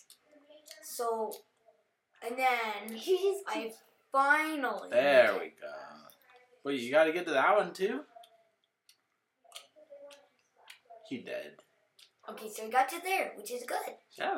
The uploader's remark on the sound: BY THE WAY THE SOUND IS NOT GOOD.